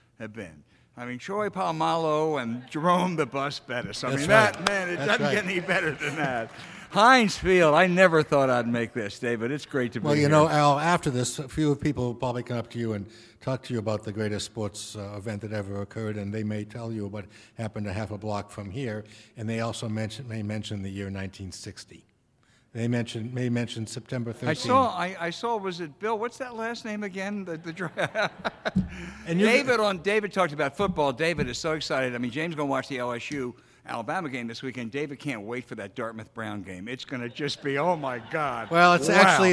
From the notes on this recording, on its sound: Was recorded in front of a live audience at Heinz Field in Pittsburgh, Pennsylvania.